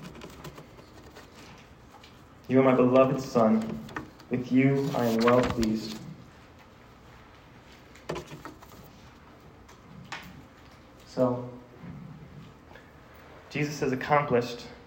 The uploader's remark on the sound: This sermon was preached to a Junior High audience